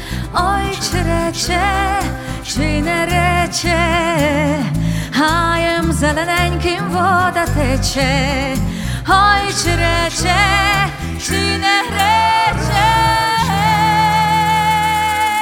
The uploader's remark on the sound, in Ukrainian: Концерт в Чикаго.